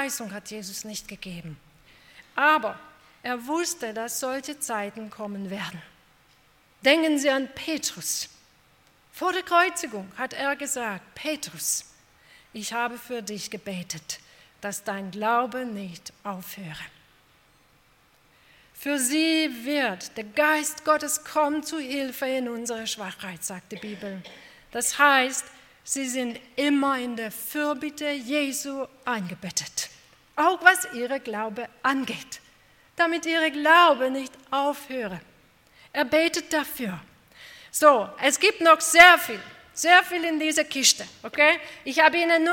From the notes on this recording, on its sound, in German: Bei einer Veranstaltung der Liebenzeller Mission.